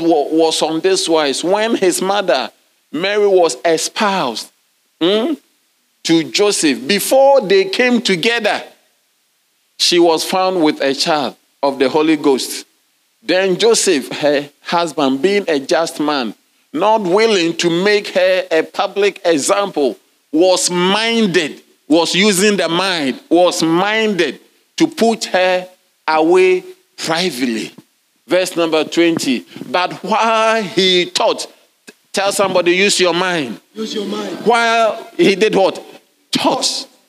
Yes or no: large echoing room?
yes